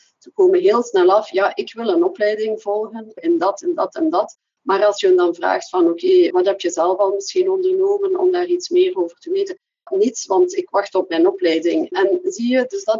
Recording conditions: video call